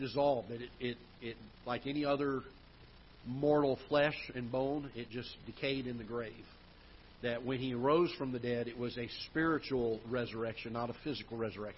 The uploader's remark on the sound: Ketha Heights Baptist Church ~ Live Broadcast